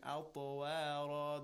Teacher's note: the ruling of قلقلة، the echoing sound of طا. أطوارا، again, را is a تفخيم.